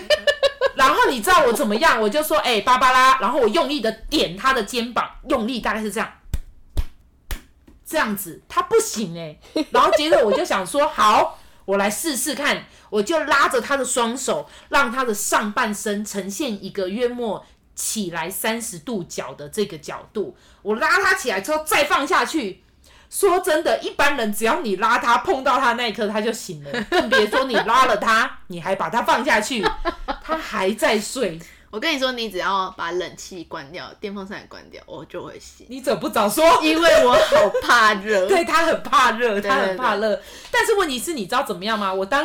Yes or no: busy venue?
no